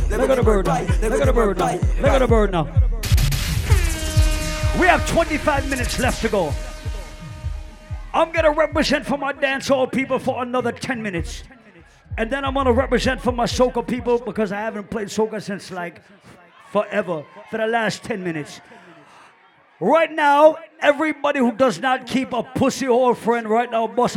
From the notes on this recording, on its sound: recorded my set at Island Saturdays on April 2.